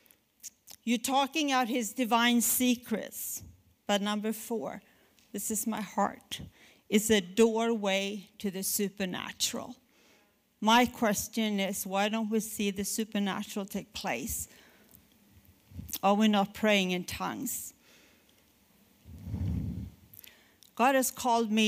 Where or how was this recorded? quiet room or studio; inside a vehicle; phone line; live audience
live audience